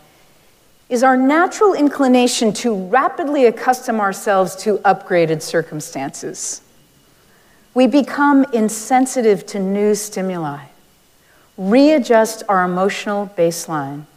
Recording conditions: large echoing room